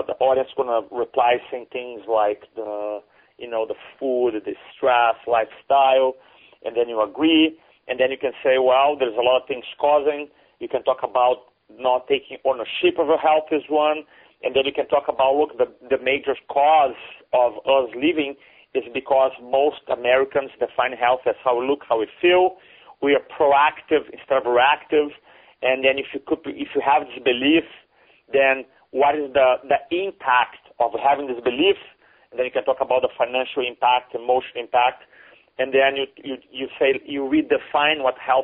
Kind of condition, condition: link, phone line